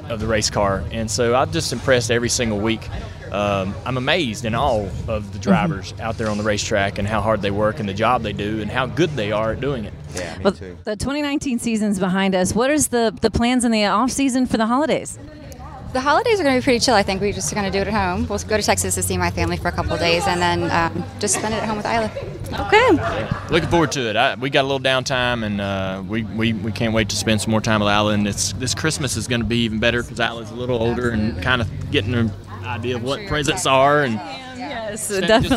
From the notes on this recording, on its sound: From the NASCAR Awards red carpet. Live from the red carpet in Nashville!